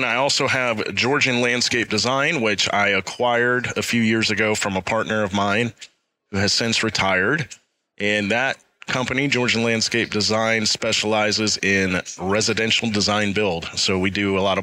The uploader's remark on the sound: live from SYNKD Live 2024 in Duluth, GA